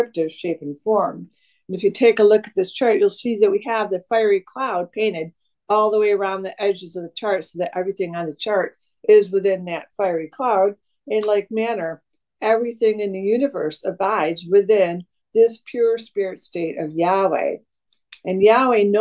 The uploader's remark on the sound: September 20th, 2023 Syracuse Zoom Class